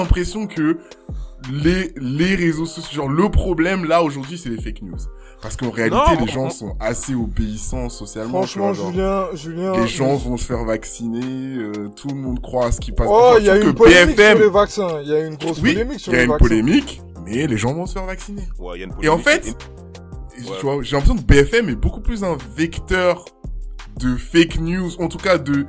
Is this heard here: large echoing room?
no